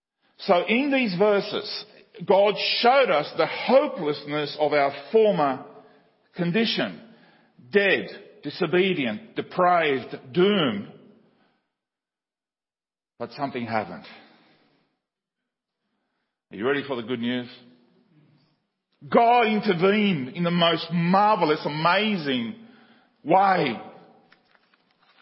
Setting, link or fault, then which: setting, large echoing room